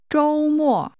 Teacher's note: Weekend is pronounced with a high level tone, followed by a falling tone.